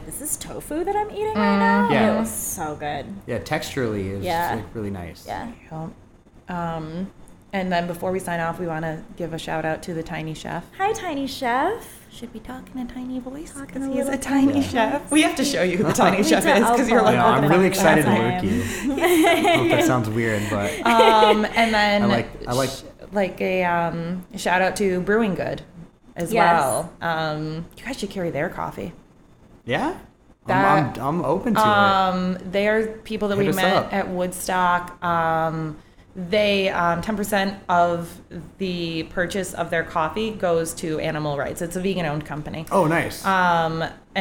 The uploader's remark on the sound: We recorded this one live and in person at Berben and Wolff's after hours!